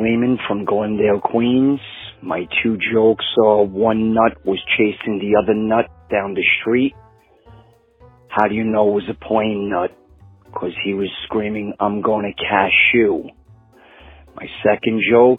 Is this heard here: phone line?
yes